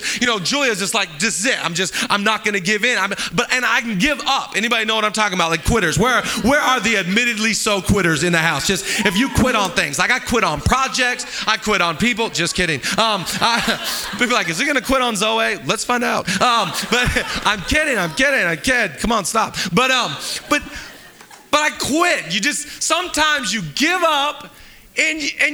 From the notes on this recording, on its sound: Live from El Rey Theater